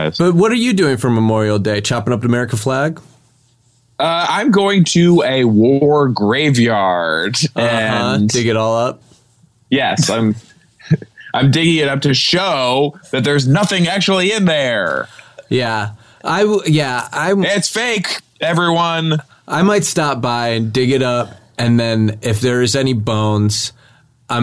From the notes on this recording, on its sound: This is a secret phone call. It happened at my house and then, I recorded it.